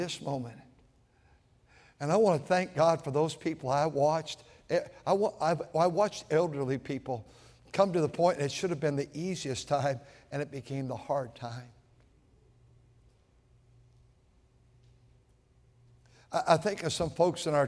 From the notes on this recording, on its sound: at North Valley Baptist Church in Santa Clara, California, during the Sunday Evening service on February 25, 2024.